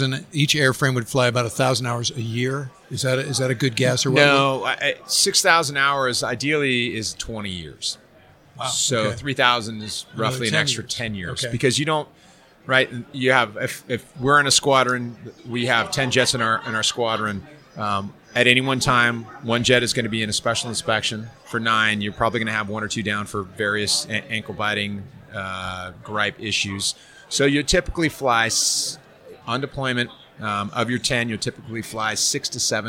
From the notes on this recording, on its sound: Live from Tailhook 2019